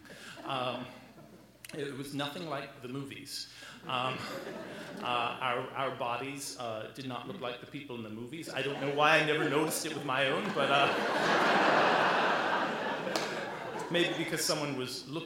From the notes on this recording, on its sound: live at the Alberta Abbey